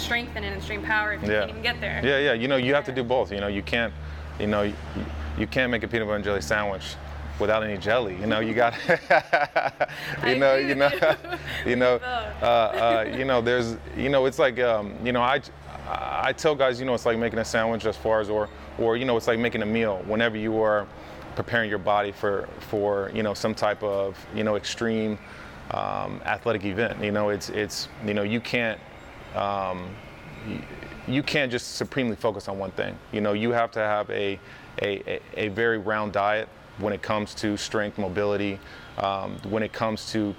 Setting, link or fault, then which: fault, sounds in the background